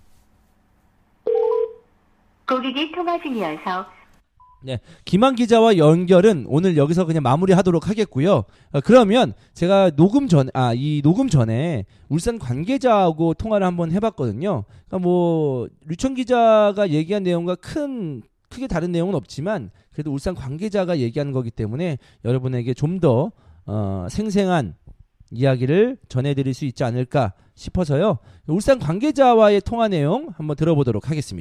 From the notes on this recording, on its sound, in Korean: 울산 관계자와 신속한 전화연결